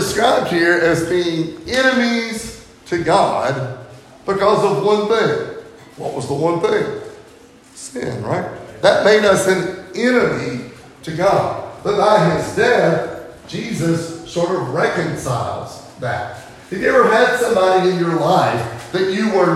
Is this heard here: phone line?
no